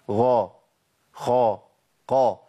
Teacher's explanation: الغين والخاء والقاف، الثلاث حروف دول انفتاحهم فيهم بيسمى انفتاح جزئي